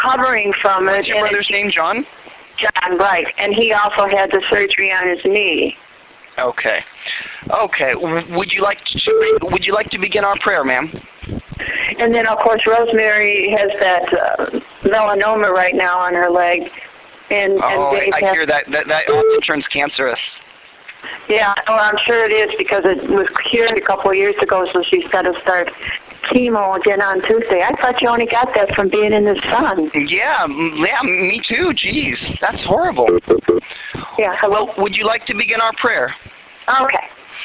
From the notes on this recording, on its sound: RBCP's Personal Prank Phone Calls Collection